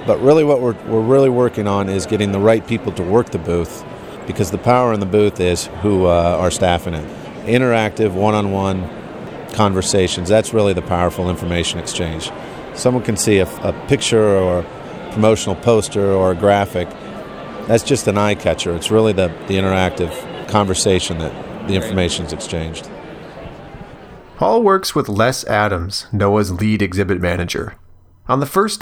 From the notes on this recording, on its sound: Live from Philadelphia: NOAA's Exhibit Program. This huge convention was an opportunity for NOAA men and women from a variety of backgrounds and expertise to meet face to face with thousands of science teachers. This is the first half of a two-part series recorded live at the event.